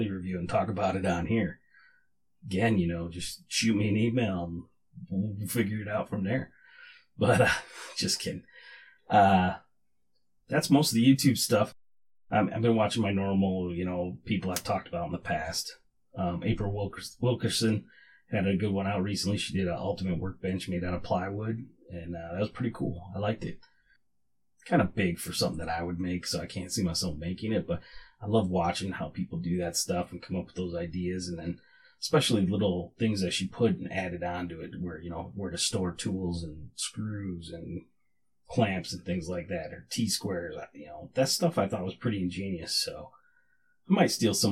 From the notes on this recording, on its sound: Still having MIC issues. Neewer NW-700 Condenser Microphone and NW-35 Adjustable Arm. Neewer 1 - Channel 48V Phantom Power Supply. Sabrent USB External Stereo Sound Adapter.